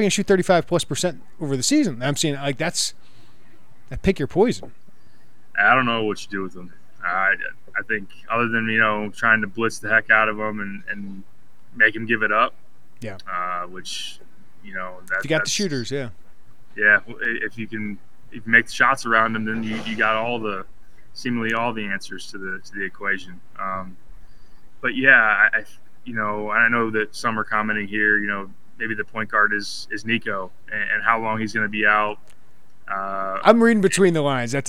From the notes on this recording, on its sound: live from Jersey Mike's Arena